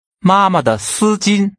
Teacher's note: the second and third words are pronounced with a light tone